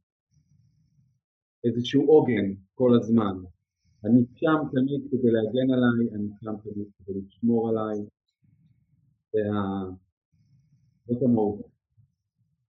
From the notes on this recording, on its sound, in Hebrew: לצערי במהלך הקלטת השיחה שלנו היו בעיות סאונד. שנבעו כנראה מחוסר הניסיון שלי בהקלטת וולוג ופודקאסט.